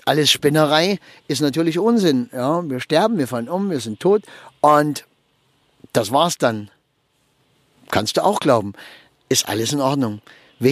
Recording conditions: inside a vehicle